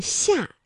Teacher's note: 它舌面啊是贴近硬腭来发音的